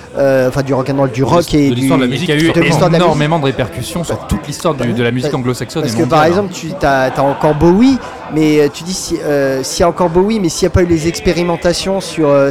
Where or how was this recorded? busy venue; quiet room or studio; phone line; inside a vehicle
busy venue